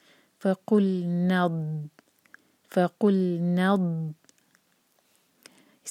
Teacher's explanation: اور دود کو ایسے ادا کریں گے کہ ہماری زبان کی جو سائڈ ہے سائڈ والے دانتوں میں اوپر لگے اور ٹائٹ سے دبائیں اس کو. تو اگر ہم اپنے سر پر ہاتھ رکھیں تو ہمیں وائبریشنز فیل ہونی چاہیے.